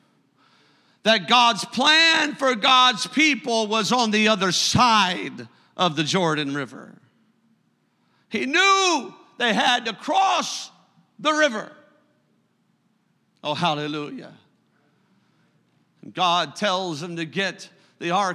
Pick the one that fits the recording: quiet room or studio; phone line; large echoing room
large echoing room